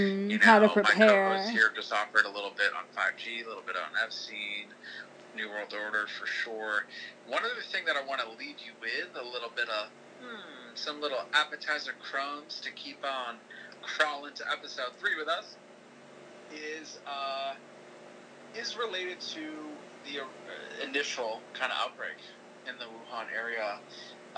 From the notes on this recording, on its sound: Please bear with our sound issues, we are but a young & broke podcast.